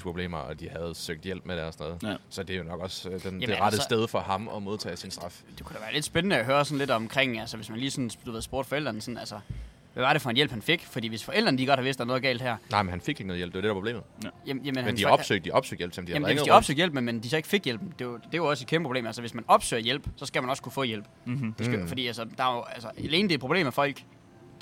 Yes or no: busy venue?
yes